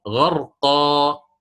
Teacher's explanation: كانت للتنوين، علامة دالة على التنوين، فصارت غرقا، غرقا. عند الوقف عوضنا هذا التنوين، عوضناه بألف فسمي بمد عوض